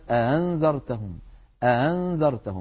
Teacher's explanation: فهنا بعض القبائل العربية كانت تبقي هذا الأمر على حاله فيقولون أأنذرتهم، ينطقون الهمزتين هكذا، وبعض العرب كان يدخل بين الهمزتين ألفا فيقول أأنذرتهم، يعني يبعد بينهما بأن يدخل بينهما ألفا فيقول الواحد أأنذرتهم. وبعضهم من القبائل كان يسهل الهمزة الثانية، وهو ما سنتحدث عنه اليوم، فيقول مثلا أأنذرتهم أأنذرتهم، هذا العمل هذا الصوت أأنذرتهم في الهمزة الثانية، طبعا ليس في الأولى، الأولى محققة.